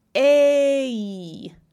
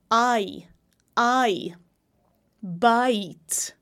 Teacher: That's why we call it gliding. I'm gliding my movement so the air can flow really nicely. And usually a y or a w is going to be heard as well. · Term: diphthongs glide